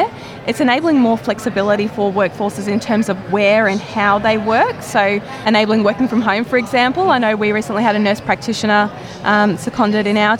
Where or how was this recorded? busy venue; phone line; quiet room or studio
busy venue